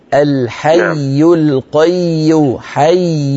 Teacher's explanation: لأن الياء رخوة، لا تقول الحي القي، لا تبتر صوت الياء، لأن فيها شدة.